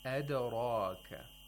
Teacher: We have to apply qalqala. The sound of dal should bounce back from its place of articulation.